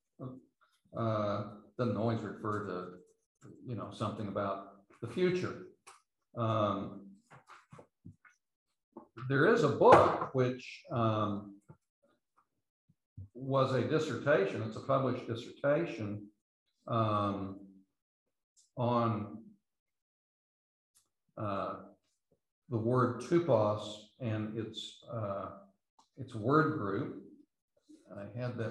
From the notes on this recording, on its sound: These podcasts are the recordings of the lectures.